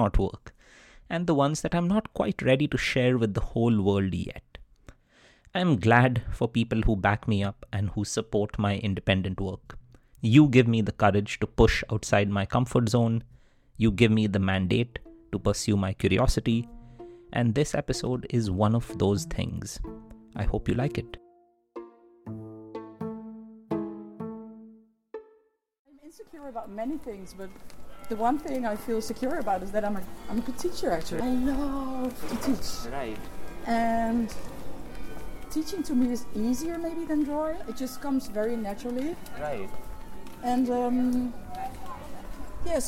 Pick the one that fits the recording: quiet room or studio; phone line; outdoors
outdoors